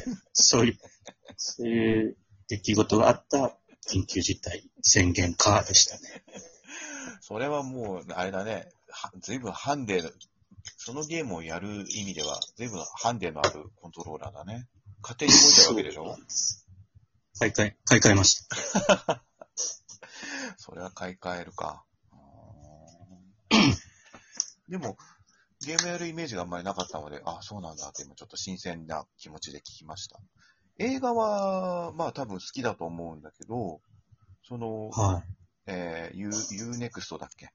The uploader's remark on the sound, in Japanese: 今回は久しぶりのリモート収録。リモート収録機能により、各々の自宅からトークに参加できます。